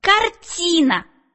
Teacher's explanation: когда мы говорим «картина», мы на звуке «и» голос делаем громче и слог выделяем · Term: Ударение